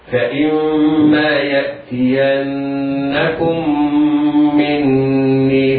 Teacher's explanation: الحكم في هذه الحالة الإدغام، إدغام الميم الأولى في الثانية، فننطق ميما واحدة مشددة تغن بمقدار حركتين